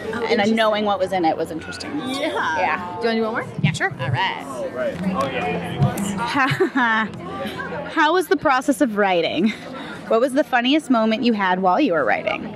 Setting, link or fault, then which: setting, busy venue